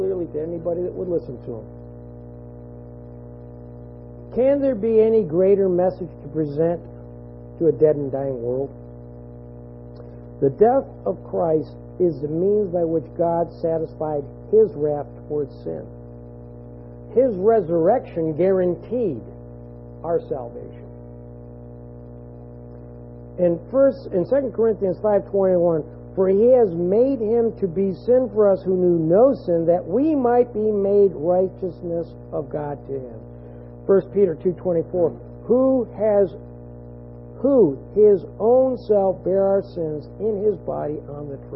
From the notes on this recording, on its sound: this audio has been edited to try and reduce an annoying hum in the background, it was not completely erased.